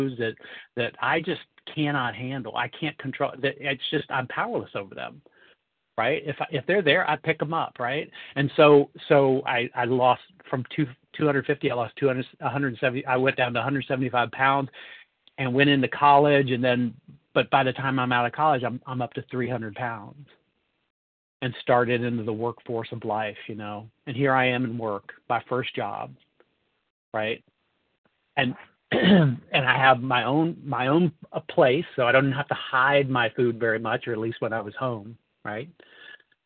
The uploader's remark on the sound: 100 Pounders Phone Meeting, 11/21/23